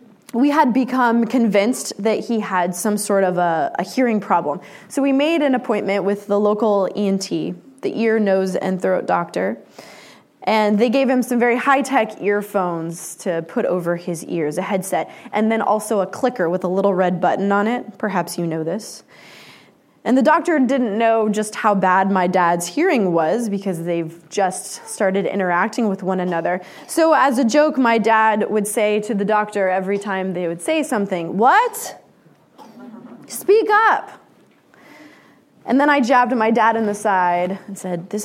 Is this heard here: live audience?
yes